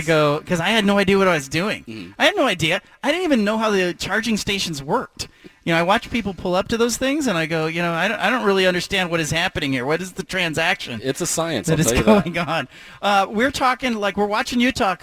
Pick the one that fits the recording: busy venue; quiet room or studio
busy venue